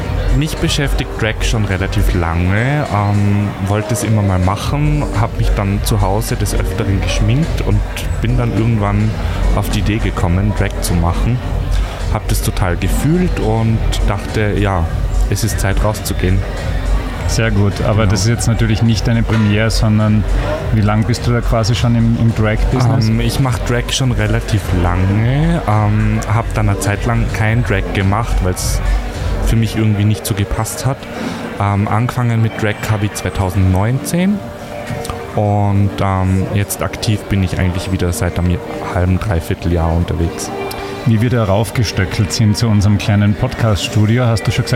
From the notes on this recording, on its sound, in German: SMASH FESTIVAL 2023. Um die Veranstaltung atmosphärisch bestmöglich einzufangen, haben wir unser mobiles Studio in einer Loge der Kasematten aufgebaut. Man hört aber auch, wie es ist, im Rahmen eines Podcasts hautnah an einem Festival dabei zu sein.